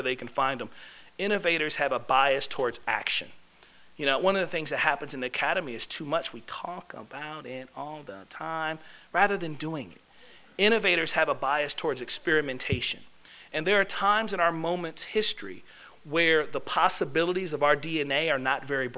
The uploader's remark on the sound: This lecture was given on Tuesday, March 1, 2016, in the Cape Cod Lounge of the Student Union at UMass Amherst.